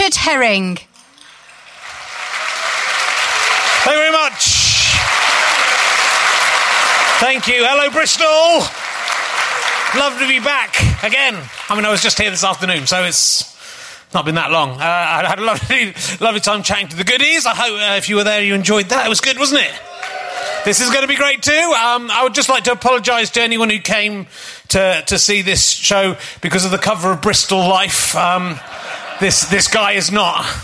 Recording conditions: busy venue